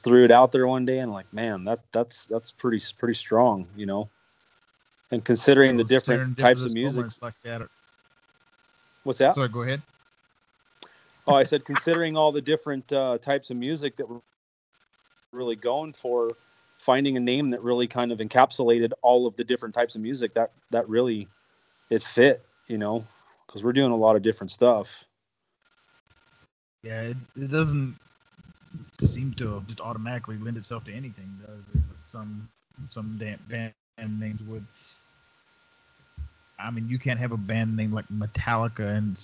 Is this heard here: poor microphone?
yes